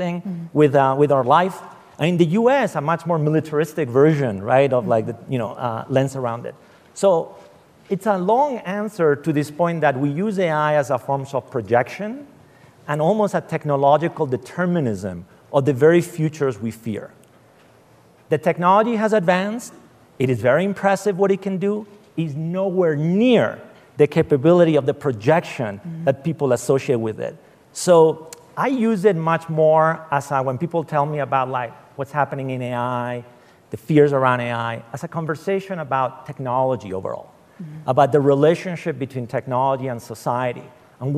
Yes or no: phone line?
no